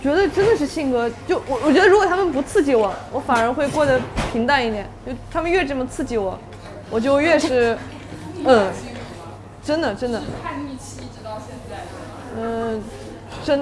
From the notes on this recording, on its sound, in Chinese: 在上海的跳海酒馆面对面聊了很多她满世界跑，满世界画画的故事。现场的朋友也带来了很多精彩的问题。由于我们缺乏经验，后半段精彩的问答没录上。这段录音没录上，请见谅。这里开始录音机没电了，没录到清晰的声音。